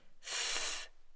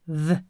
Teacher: läpp plus tand. Tonlös f. Tonande v.